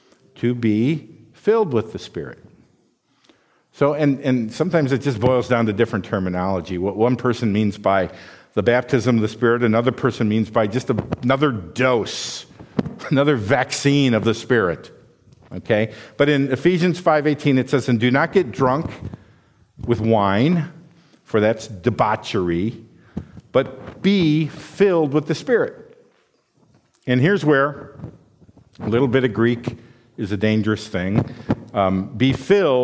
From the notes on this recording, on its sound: This sermon was preached at Valleybrook Community Church.